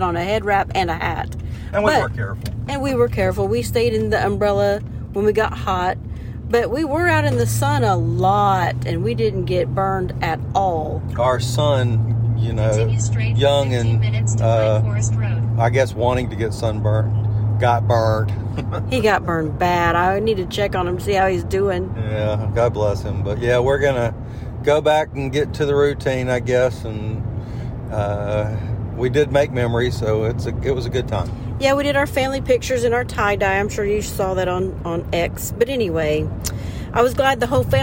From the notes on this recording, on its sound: We are in the car headed home.